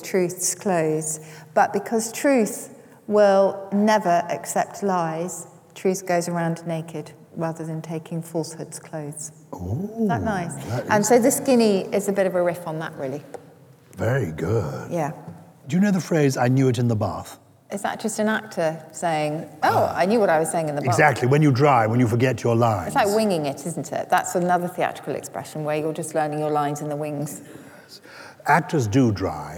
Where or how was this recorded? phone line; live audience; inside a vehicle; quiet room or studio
live audience